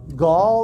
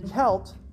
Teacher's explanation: The G and K sound are the same sound, just one of them is voiced and one of them is voiceless.